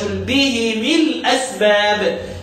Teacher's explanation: سيدنا ابو عمرو يكسر الميم بقى ما يضمهاش